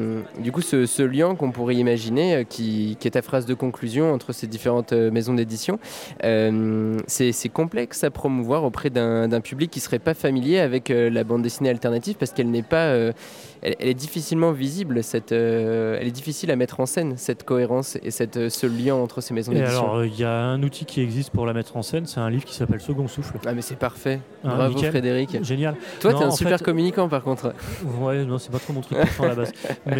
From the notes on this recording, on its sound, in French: Une discussion enregistrée lors de la 11ème édition de Formula Bula, centre névralgique de la BD alternative le temps d'un week-end.